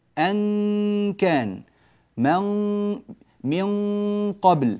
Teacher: كأني ألفظ فاء وأنا ألفظ بالنون، أستعد للفاء في أثناء الإخفاء. عند الكاف أجعل لساني من الخلف في مخرج الكاف